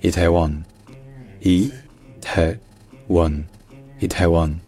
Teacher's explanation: dans la transcription du coréen, le AE, c'est juste le son E. Comme le français chèvre, par exemple.